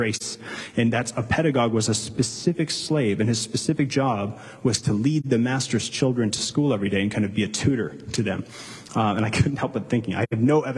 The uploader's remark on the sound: Delivered live, at Capital City Church in St.